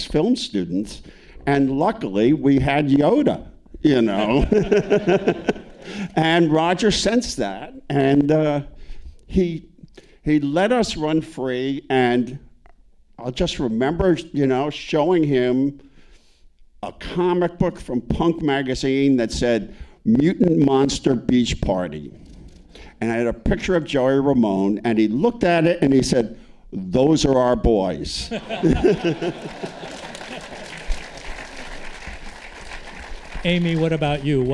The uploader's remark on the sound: A panel of filmmakers at the Santa Monica Aero Theatre for Beyond Fest 2023.